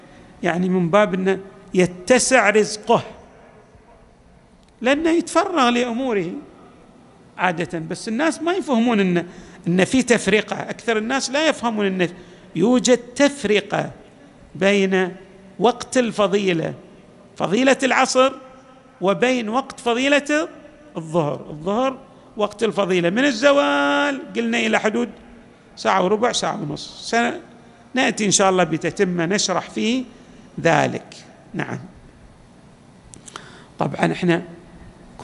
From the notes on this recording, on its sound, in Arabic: تسجيلات جامع الإمام علي عليه السلام الاحساء - المبرز